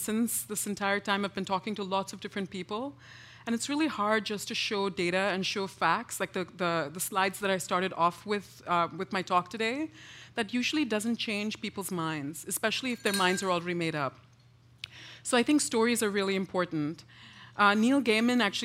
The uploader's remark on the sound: As part of The Long Now Foundation's “Conversations at The Interval” Salon Talks. Recorded live at The Interval, our bar, cafe, & museum in San Francisco.